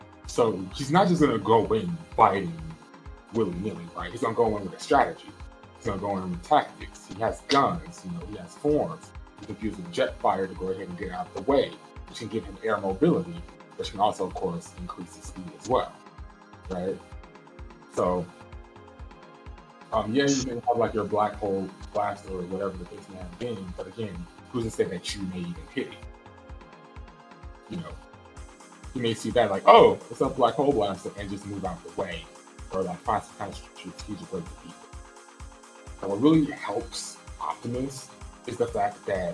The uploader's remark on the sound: Sorry for the late upload and microphone issues!